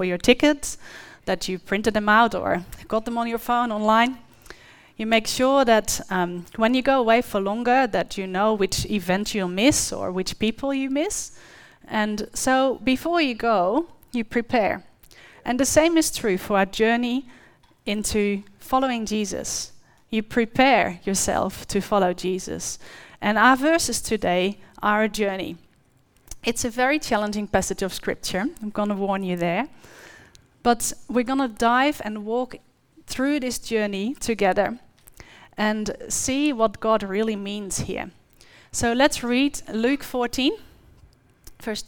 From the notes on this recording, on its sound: The live stream of Destiny Church Atherton.